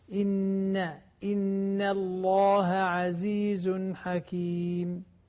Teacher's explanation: نعم، إن الله، إن الله، ما أقول إن الله، إذا قلنا إن الله فخمنا النون، النون حقها الترقيق دائما، النون مرققة لفظ الجلالة، فقط اللام هي المفخمة مع الألف